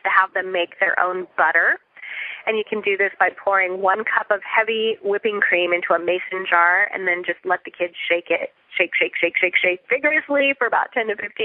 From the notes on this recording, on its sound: Listen in to this pre-recorded Teleclass on the Folklore, Tradition and Meaning.